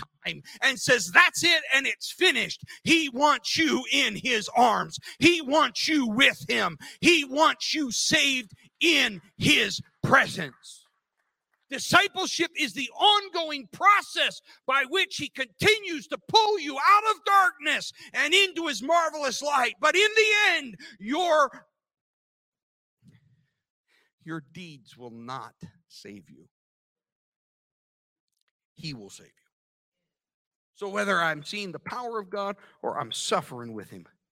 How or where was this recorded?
large echoing room